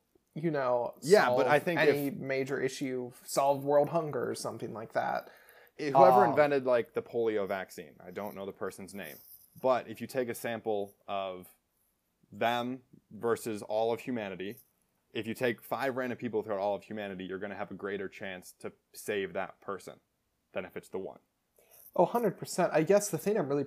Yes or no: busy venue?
no